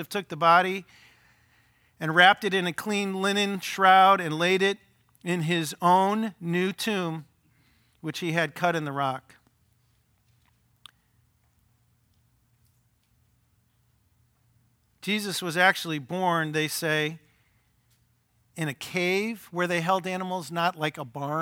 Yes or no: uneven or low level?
no